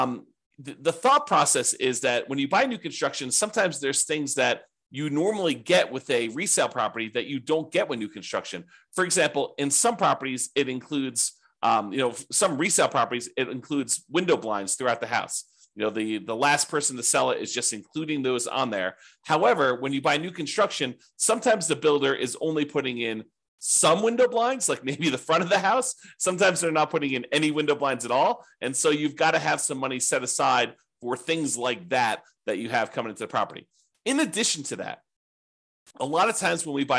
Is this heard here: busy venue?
no